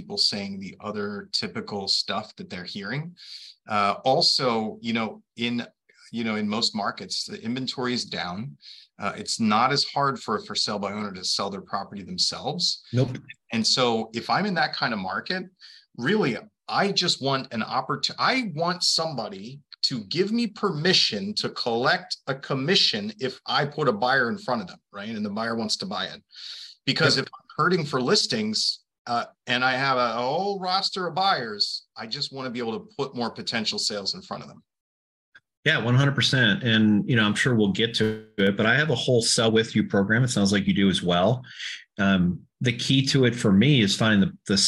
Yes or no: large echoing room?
no